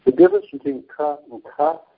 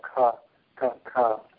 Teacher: The difference between ka and ka is ka is unaspirated, in other words, it's just ka, and then ka with a breath